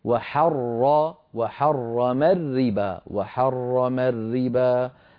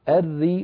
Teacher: وحرم الربا حر راء مشددة مفتوحة، أري راء مشددة مكسورة، فالأولى مفخمة والثانية مرققة · Term: راء مرققة مفخمة